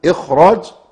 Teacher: بيقول خدوا بالكم يا جماعه ان كلمه اخراج التفخيم فيها عالي شويه بسبب ان وجود الراء